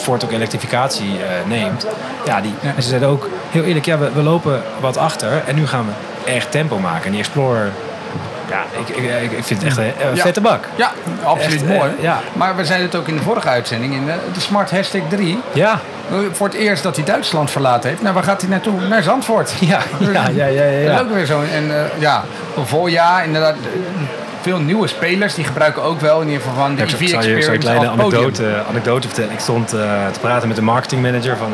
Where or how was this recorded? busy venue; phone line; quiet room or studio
busy venue